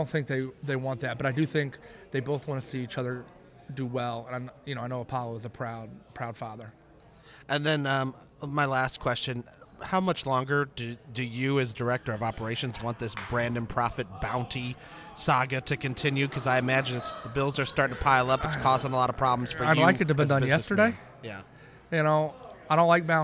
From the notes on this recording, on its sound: Recorded before the show at the historic Irving Theater in Irvington, a storied neighborhood in Indianapolis,